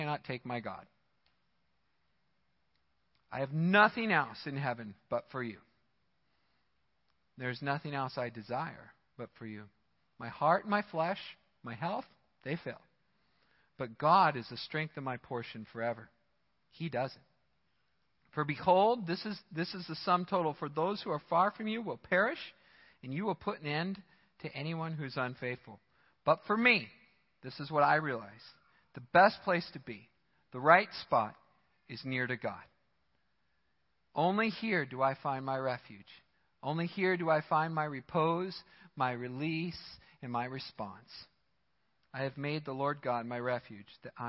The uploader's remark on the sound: Midland Evangelical Free Church Sermon Audio